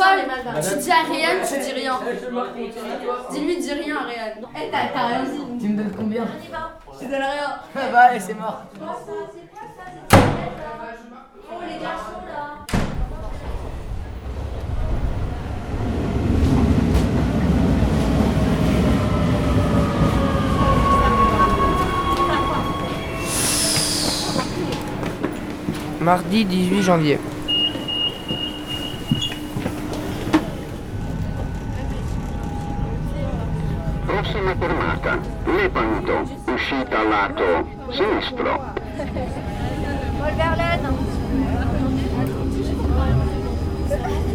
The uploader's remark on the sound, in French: Les élèves latinistes du collège Verlaine à Paris vous livrent un carnet de bord sonore de leur voyage à Rome ! Durant leur séjour dans la capitale italienne, les élèves ont enregistré leur trajet en train, leurs visites des lieux majestueux et les moments drôles entre copains.